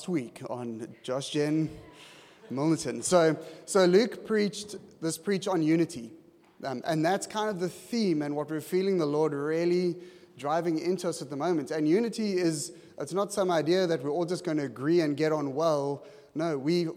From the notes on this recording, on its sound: at Joshua Generation Church Milnerton congregation